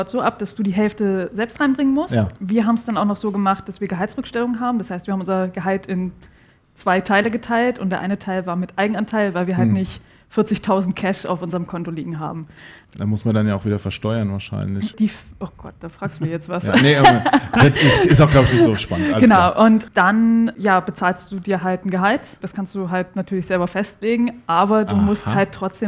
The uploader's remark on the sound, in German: Aufgezeichnet haben wir die Folge als Livestream auf dem Indie Game Fest in Köln. Mit dabei sind ein Besucher, einer der Veranstalter und eine Entwicklerin.